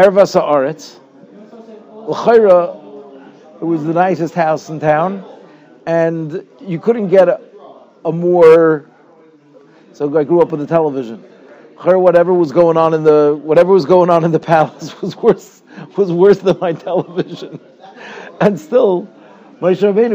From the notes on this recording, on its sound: Shiur recorded in Yeshivas Ohr Reuven, Monsey, NY.